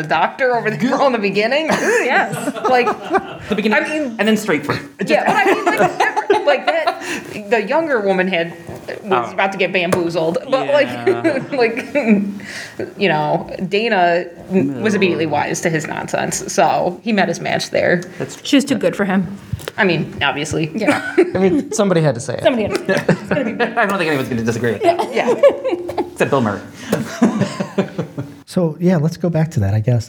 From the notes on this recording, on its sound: LIVE FROM IRONDEQUOIT PUBLIC LIBRARY! For the first time ever, we recorded in front of a live audience!